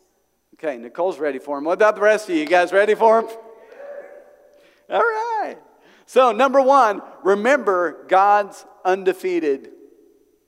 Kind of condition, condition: setting, large echoing room